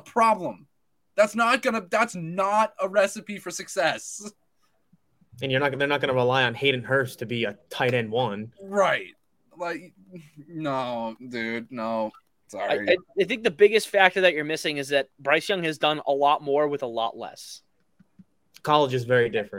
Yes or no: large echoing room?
no